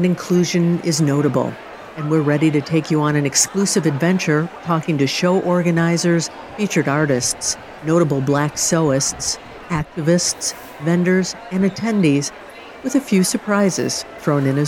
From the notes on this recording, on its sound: QuiltCon Atlanta 2023 - In the Aisle and Behind the Scenes. Attendees from around the world.